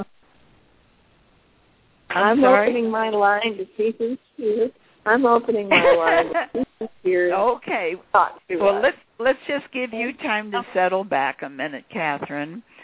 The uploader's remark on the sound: The audio is not optimum, from a cell phone in Puerto Rico.